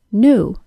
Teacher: The difference is that Americans pronounce new, spelled N E W, or K N E W, as the N sound followed by the OO sound